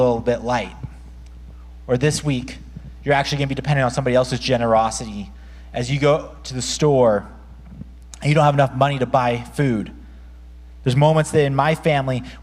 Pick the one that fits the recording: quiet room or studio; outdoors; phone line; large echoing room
large echoing room